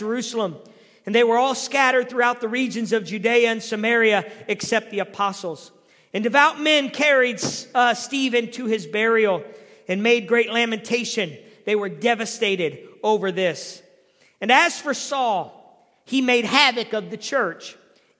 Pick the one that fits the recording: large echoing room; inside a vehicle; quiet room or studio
large echoing room